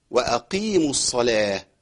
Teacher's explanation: واقيموا الصلاة، واقيموا دي ما تنفعش. القاف المكسوره ما نوصلهاش للكاف